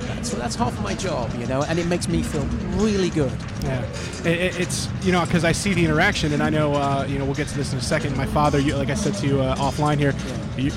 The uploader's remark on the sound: live from NAMM 2020